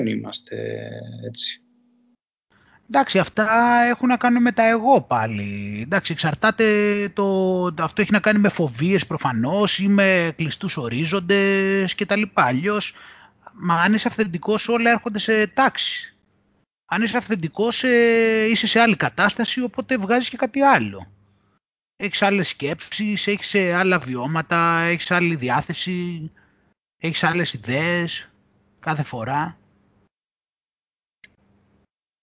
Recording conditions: video call